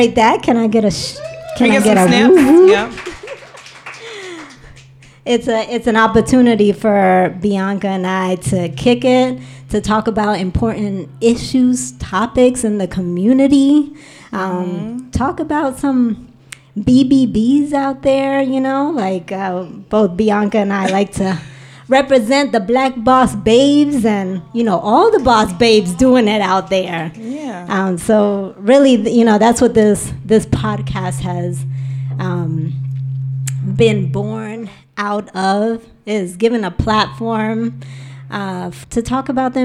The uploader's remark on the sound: Poetry *LIVE* at The Downstairs! We host a women’s poetry reading in front of our first live studio audience! The event took place at The Downstairs Lounge, located in the heart of Ithaca.